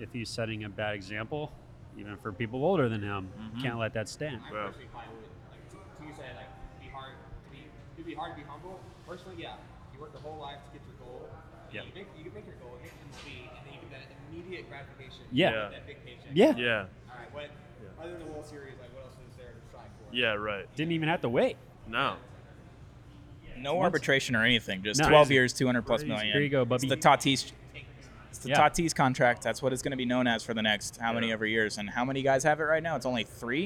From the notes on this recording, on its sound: In this episode, the boys are live at Houston TX Hot Chicken